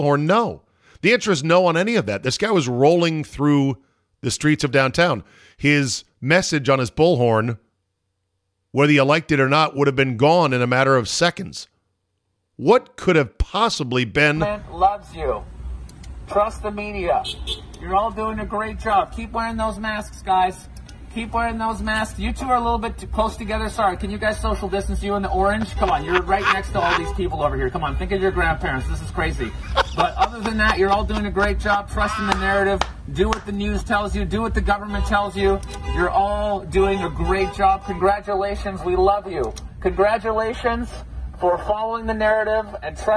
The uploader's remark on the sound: Join me in the van to discuss.